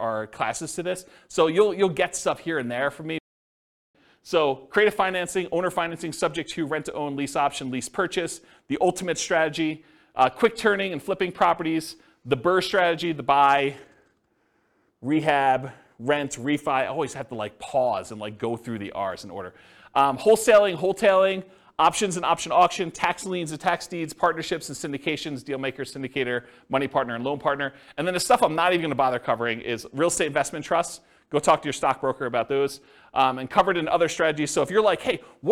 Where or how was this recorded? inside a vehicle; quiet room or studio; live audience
live audience